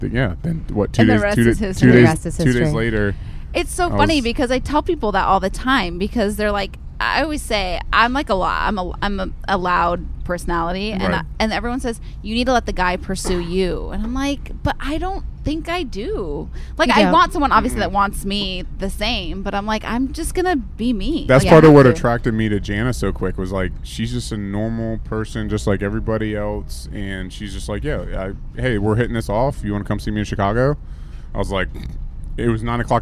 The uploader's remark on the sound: The Whine is live from the Napa Valley Wine Train!